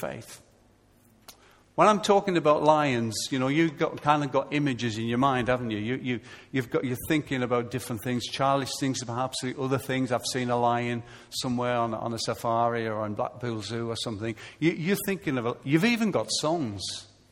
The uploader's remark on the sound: Recorded live at Life Church Lancashire on Sunday 24th August 2014.